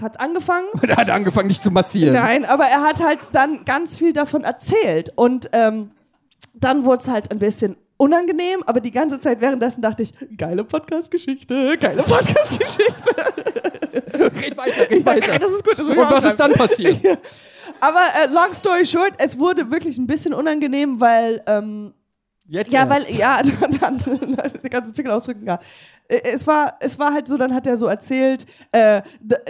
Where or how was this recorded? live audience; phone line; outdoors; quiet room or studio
live audience